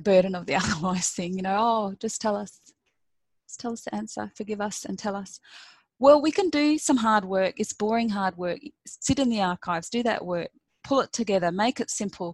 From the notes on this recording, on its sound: This event was held via Zoom on Friday 11 September, 2020